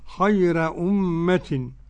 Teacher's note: قرأ ورش النافع بترقيق الراء